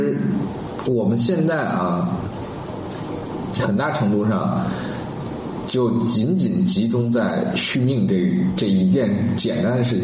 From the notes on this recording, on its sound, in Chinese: 本期节目在玉米实验室的办公区用录音笔录制，可能有街道上的杂音，请见谅。